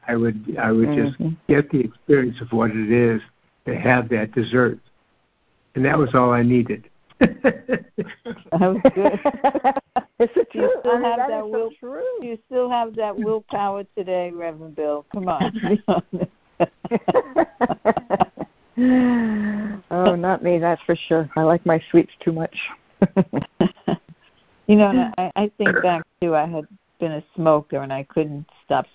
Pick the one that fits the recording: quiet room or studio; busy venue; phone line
phone line